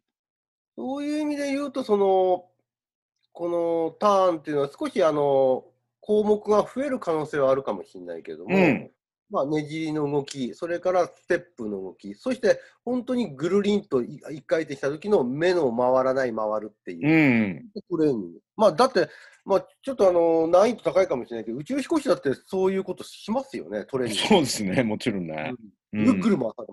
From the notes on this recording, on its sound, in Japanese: コロナの影響で、リモート録音となっており、。音声の質が悪いことをお知らせするとともに、お詫び申し上げます。